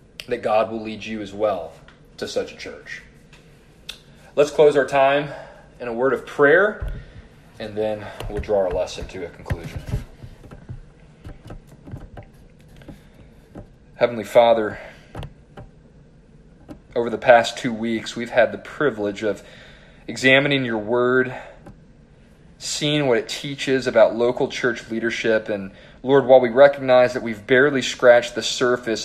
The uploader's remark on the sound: This sermon was preached to the youth and adult leaders at First Baptist Church-Edna.